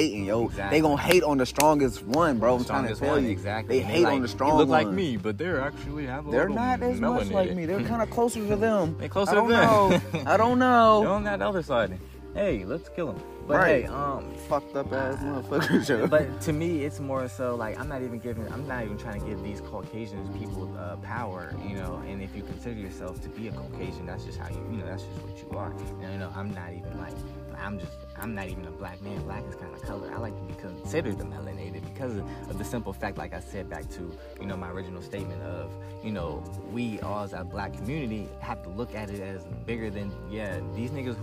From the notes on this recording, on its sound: Two brothers enjoying a nice evening outside